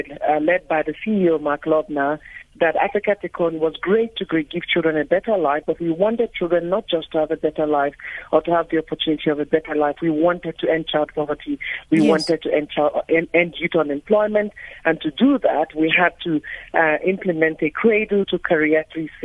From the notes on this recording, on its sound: GUEST(Phone)